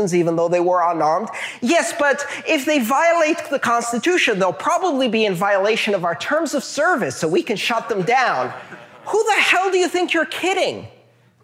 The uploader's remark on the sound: This talk took place on November 10th 2018 as part of the 'Internet of Money' tour at the Edmonds Center for the Arts near Seattle, Washington.